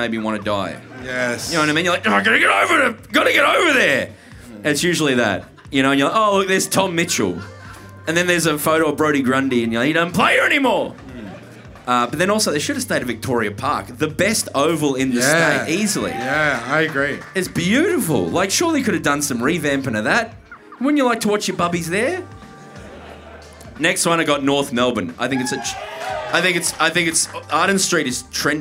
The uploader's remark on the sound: Live From The Corner Hotel Melbourne